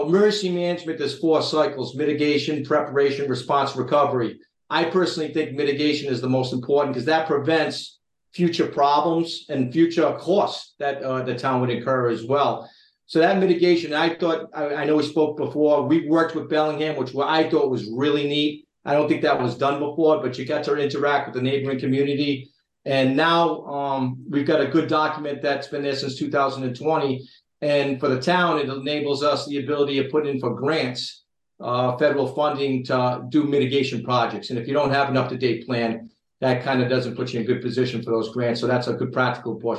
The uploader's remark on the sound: via the Zoom conference bridge